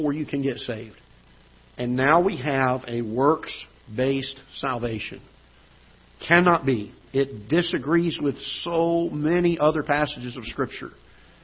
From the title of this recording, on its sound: Ketha Heights Baptist Church ~ Live Broadcast